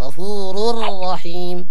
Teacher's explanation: أدمجنا راء في راء أصبح راء مشددة